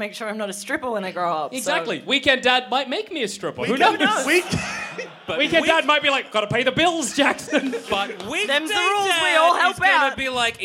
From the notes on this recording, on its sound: Recorded at the Eureka Hotel in Melbourne in 2016.